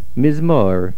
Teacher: the main stress is on the second mem. We generally or practically never, put a stress on a word of two syllables where the first syllable ends with a shvonach.